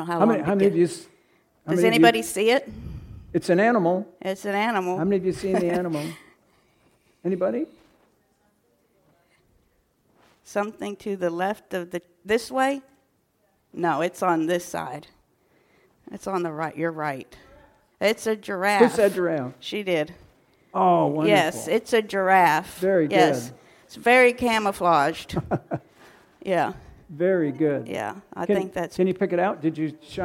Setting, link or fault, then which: setting, large echoing room